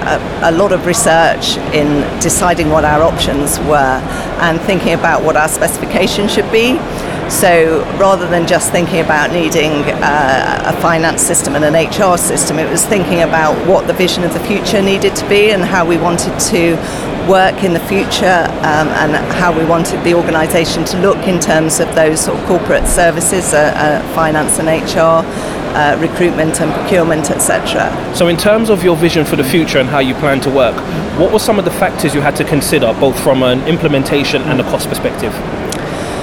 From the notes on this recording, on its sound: This episode is a special live recording from Oracle OpenWorld which was held at the London Excel. We managed to grab a quick interview with her after her breakout session.